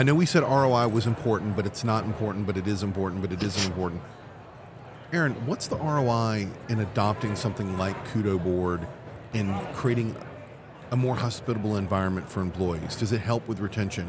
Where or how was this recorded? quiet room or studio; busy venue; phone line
busy venue